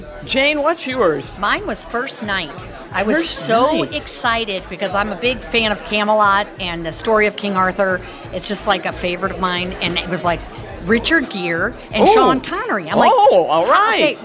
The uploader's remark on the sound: Live from the Knights of Columbus at St. Joseph's Pezold Banquet Center in Cottleville.